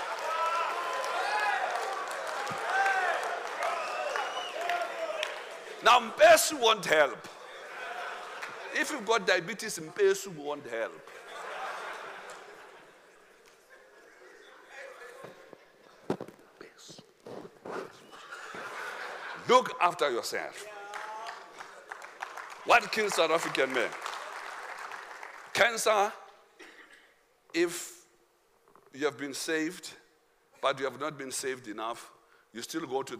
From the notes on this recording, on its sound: Men Of Hope Conference 2022 Day 3 Second Session